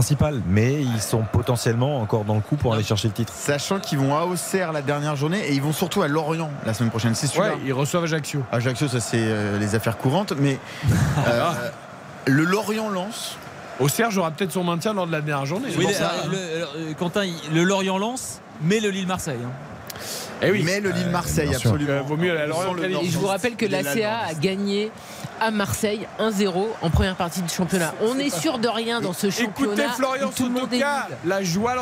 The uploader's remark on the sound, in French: en direct de Bollaert